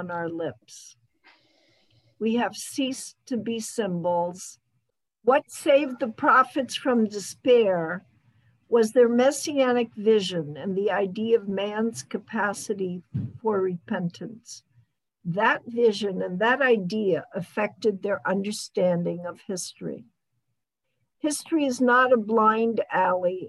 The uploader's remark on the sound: This audio was originally captured from Zoom